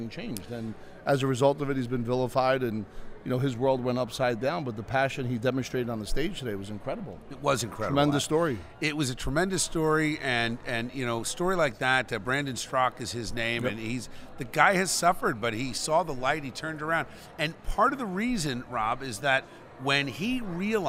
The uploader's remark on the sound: Broadcasts live from A Seat At The Table Conference in New Jersey, and brings a cast of rotating guests with him!